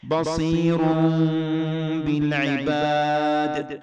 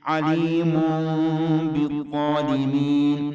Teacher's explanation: هذه الميم التي ظهرت من الإقلاب بعدها باء تخفى بين الشفتين، يسمى إخفاء شفوي، سيأتي هذا الموضوع في في أحكام الميم الساكنة.